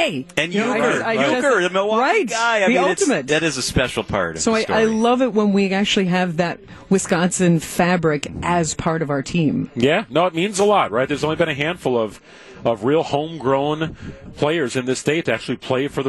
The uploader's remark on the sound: Wisconsin's Afternoon News is live from American Family Field following a blowout Brewers' win 10-0 over the Mets in the home opener!